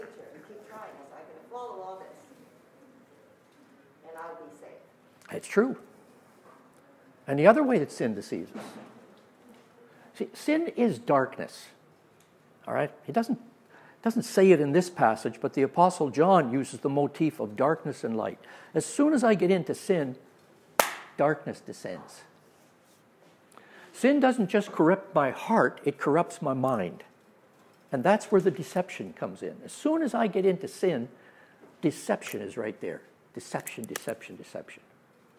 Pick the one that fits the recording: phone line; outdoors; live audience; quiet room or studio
live audience